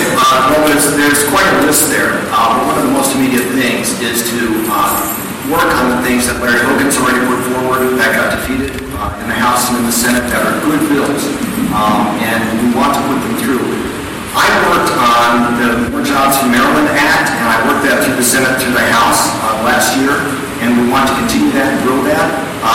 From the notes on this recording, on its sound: At the end, we tacked on some horrible audio from the LWV Candidate Forum last night for State Senate District 30. Audio quality is poor--you have been warned!